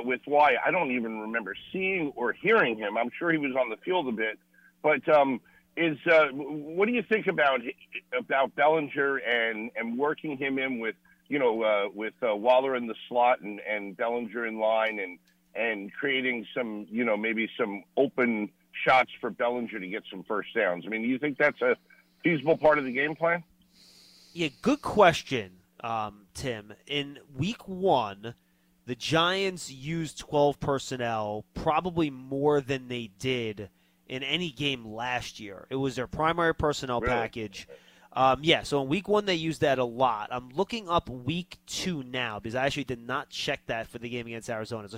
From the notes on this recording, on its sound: Live from Arizona. Take calls from fans.